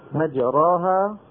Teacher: مجراها أملنا فتحة الراء نحو الكسرة، وأملنا هذه الألف نحو الياء · Term: الإمالة